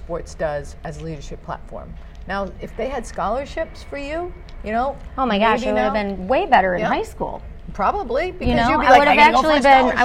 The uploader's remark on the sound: Live from AdventHealth Center Ice.